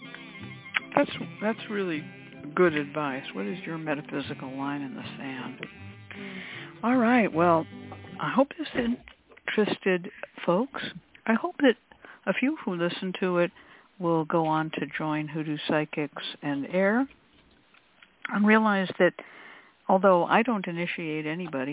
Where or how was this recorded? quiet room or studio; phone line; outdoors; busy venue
phone line